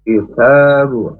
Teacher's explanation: huruf ta juga hemes, makhrajnya ujung lidah ke pangkal gigi atas. Ta, tanya panjang dua harokat.